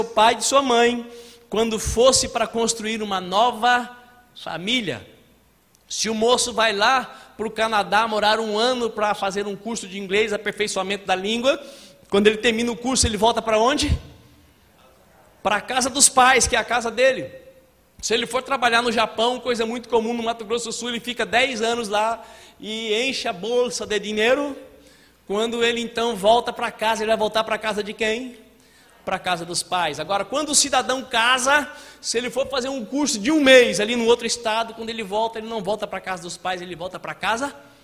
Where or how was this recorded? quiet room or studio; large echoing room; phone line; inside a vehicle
large echoing room